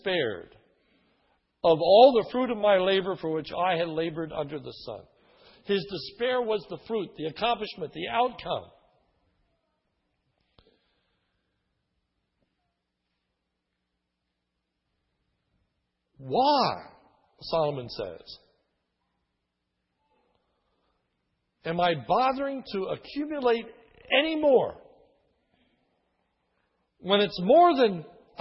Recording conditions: large echoing room